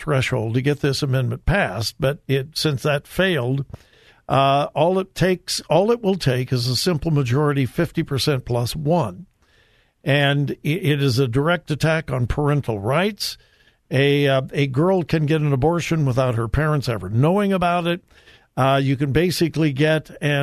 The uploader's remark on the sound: Open Phone Friday